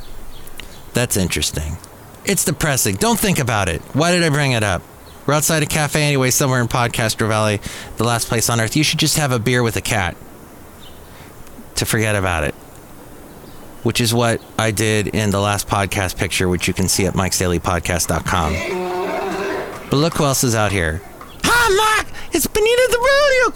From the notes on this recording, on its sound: podcasts live from Café Anyway